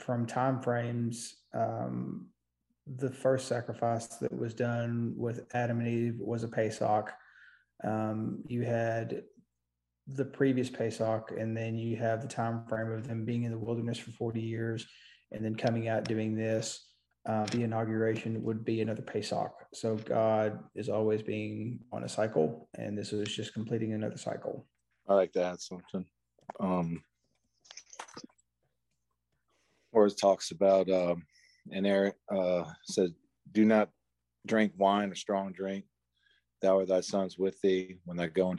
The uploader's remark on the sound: recorded over Zoom